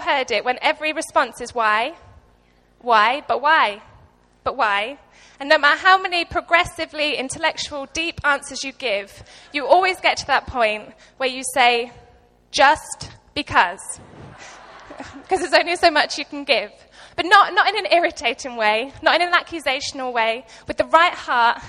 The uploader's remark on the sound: Recorded live at Life Church Lancashire